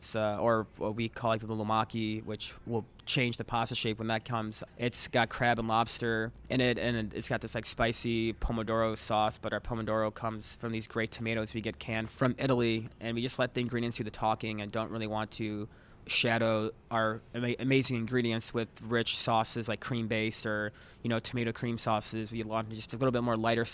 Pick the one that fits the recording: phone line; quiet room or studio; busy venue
busy venue